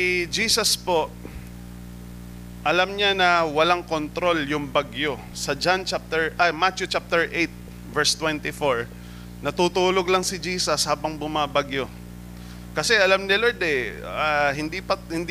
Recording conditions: large echoing room